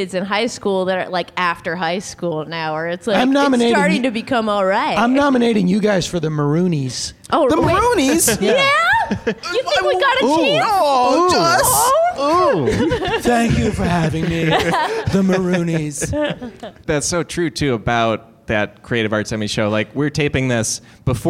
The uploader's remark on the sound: LIVE at UCB Sunset with an all-star panel of comedians & TV writing pros.